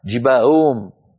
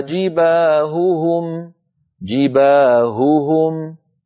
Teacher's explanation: لنا من بيان صوت الهاء الأولى من صوت الهاء الثانية، وأن ننطق الهاء صافية ليست مشوبة بصوت آخر حلقي · Shown in: second take